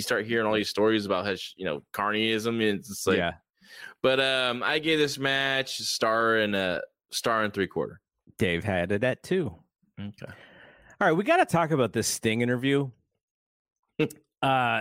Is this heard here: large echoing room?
no